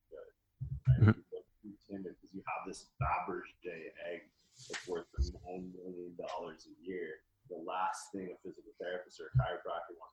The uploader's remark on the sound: The audio is not of normal quality for RX'D RADIO.